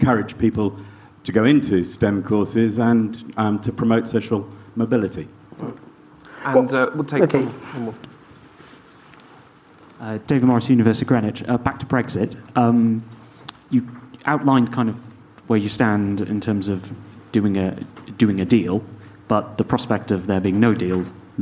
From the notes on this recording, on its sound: live at Wonkfest18